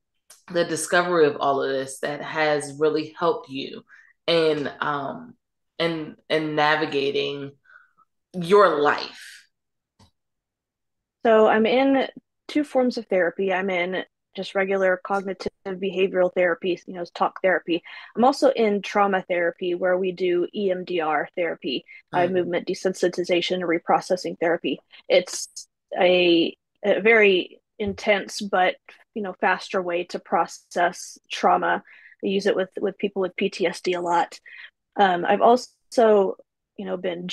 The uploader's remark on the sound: Men's Monthly Zoom Call